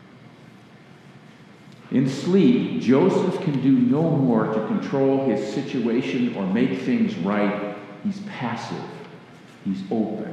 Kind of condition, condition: setting, live audience